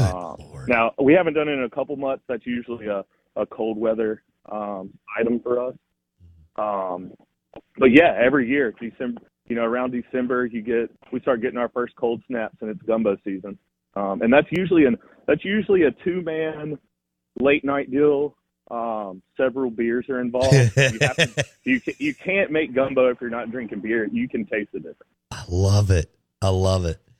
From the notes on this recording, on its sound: joins the show on the Farm Bureau guest line